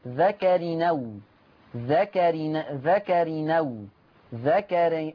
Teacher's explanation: عندنا أولا ذكر أو، ذكر أو، نقل فتحة الهمزة إلى التنوين. فلما نقل الهمزة الحركة بتاعت الفتح اللي على الهمزة وتروح للتنوين فتبقى نون، ها تبقى نون مفتوحة